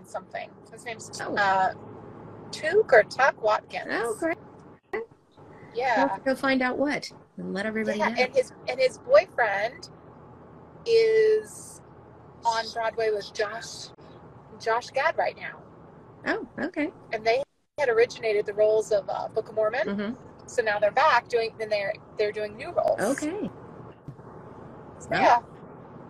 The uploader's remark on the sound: Live Watch Party. Although this episode suffered from the curse of the Mummy and hit some hidden booby traps, we at least hope you enjoy the few minutes that we were able to raise from the dead in our second "live" episode.